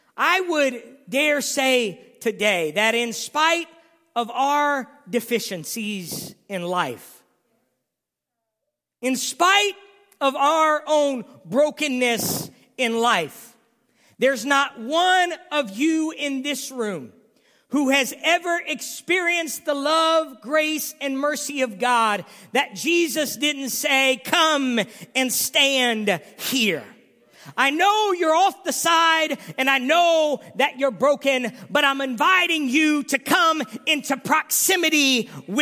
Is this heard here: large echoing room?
yes